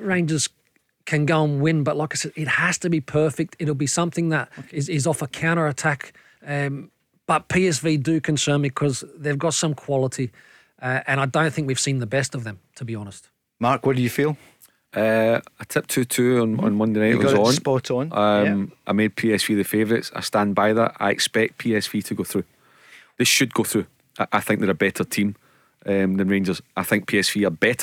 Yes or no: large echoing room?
no